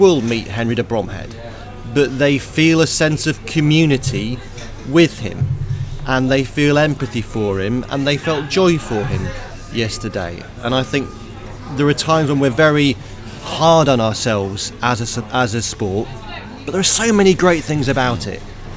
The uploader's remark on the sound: In the Fitzdares Club at Cheltenham. First day of the Festival.